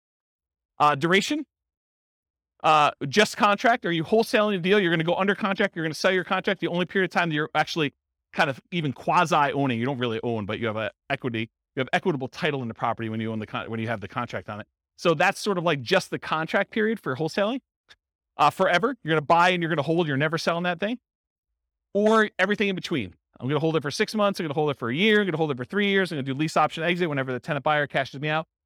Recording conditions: live audience